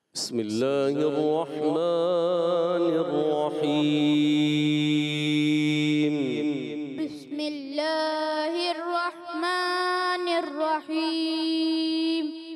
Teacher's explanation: آواز کو آپ نے بھاری کرنا ہے، شروع میں جب پڑھتے ہیں نا قرار میں پڑھتے ہیں، اور قرار میں جب پڑھا جاتا ہے تو آواز کو بھاری کیا جاتا ہے، موٹا کیا جاتا ہے